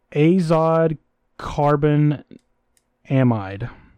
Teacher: you would emphasize the syllable bon